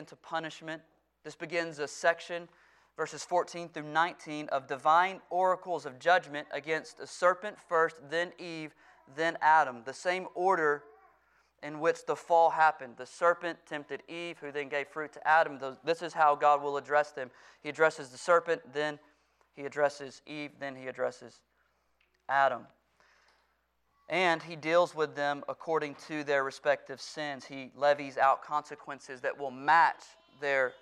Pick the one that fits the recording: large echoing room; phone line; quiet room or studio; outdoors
large echoing room